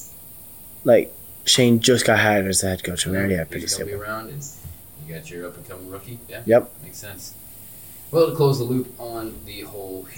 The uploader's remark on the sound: We are back for season 2 with brand new mics (leading to some technical difficulties we will fix next week).